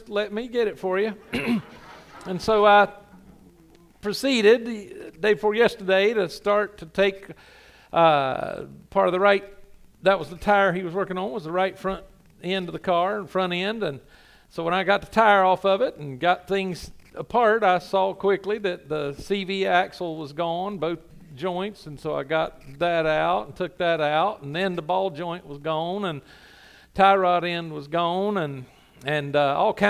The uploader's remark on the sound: Sunday Morning – 11am Service